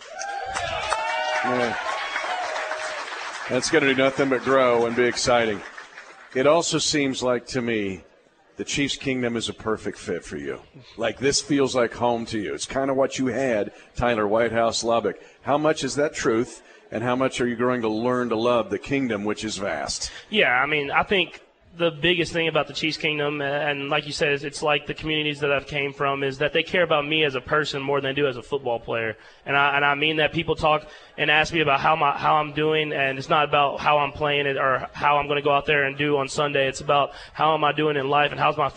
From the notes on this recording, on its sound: live at Hy Vee in Lee's Summit